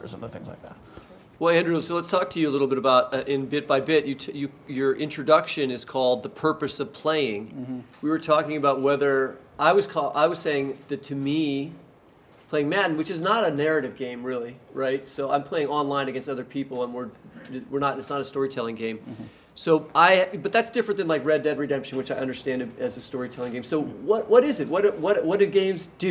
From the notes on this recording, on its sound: Live from the Unbound Book Festival in Columbia, Missouri. All three authors read from their work.